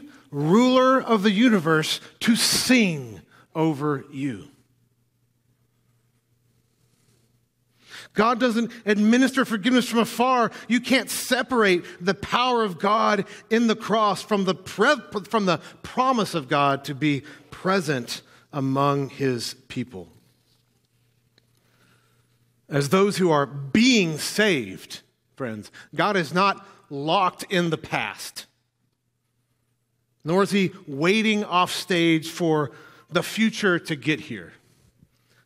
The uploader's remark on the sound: filled the pulpit at NPC this morning